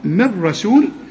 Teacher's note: نون بعدها راء، ما تغنش، الغي النون يا سيدي، اوصل الميم مع الراء، من رسول، وبيسموه العلماء ادغام كامل · Term: ادغام كامل بدون غنة